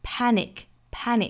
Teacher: 所以第一个音节重读，第二个音节弱读